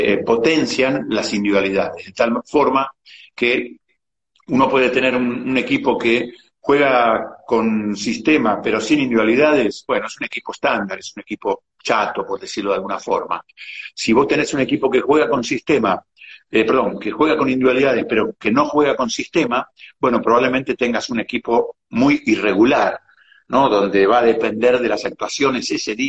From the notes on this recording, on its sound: VIA INSTAGRAM LIVE